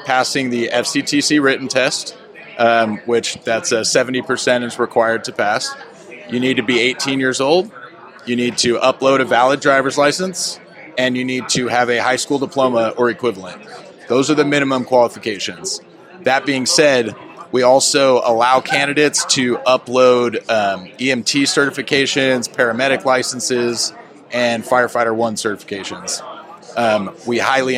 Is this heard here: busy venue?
yes